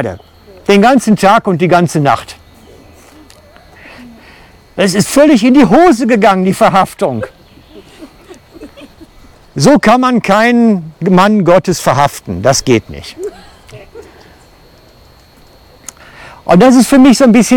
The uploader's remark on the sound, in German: Aus dem Wald-Gottesdienst. Für die FCG Lenzburg.